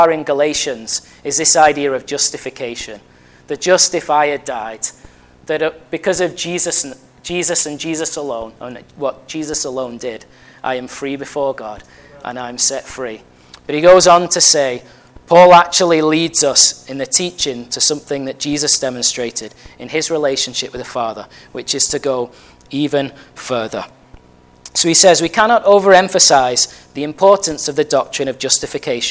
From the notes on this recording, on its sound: at Family Church Westhoughton